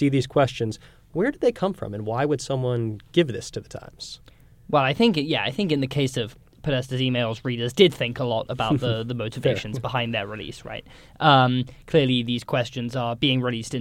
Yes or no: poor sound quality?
no